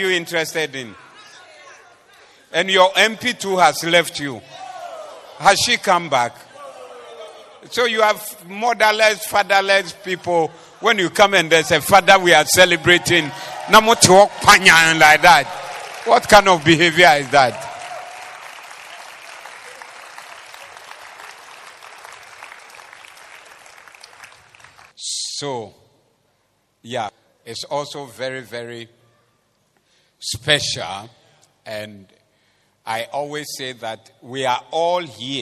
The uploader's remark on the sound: This was preached at the Doxa Service 07052023